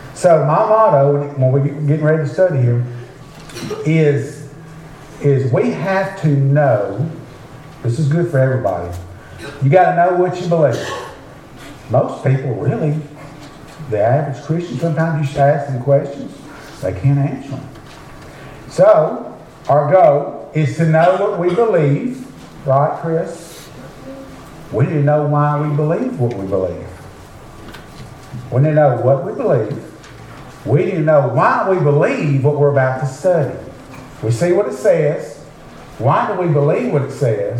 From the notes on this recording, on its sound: preach at Beaver Baptist Church in Brighton